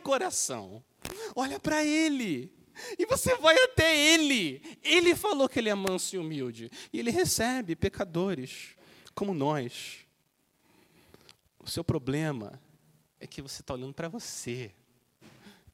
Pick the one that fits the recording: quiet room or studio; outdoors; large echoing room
large echoing room